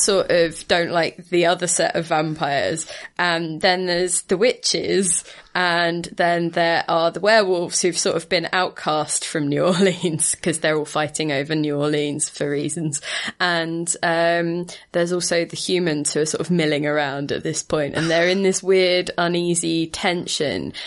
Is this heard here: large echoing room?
no